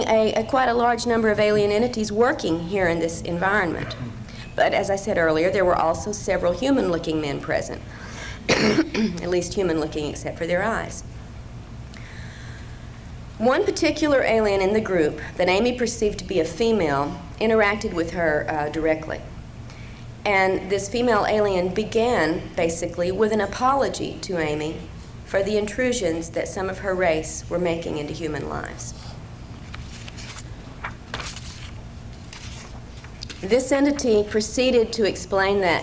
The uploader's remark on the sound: lecture from 1995 ozark mountain conference